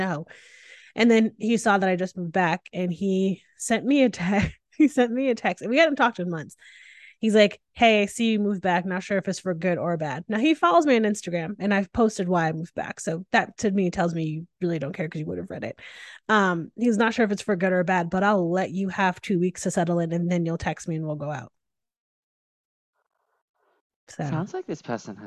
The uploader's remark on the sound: This podcast was recorded via Zoom.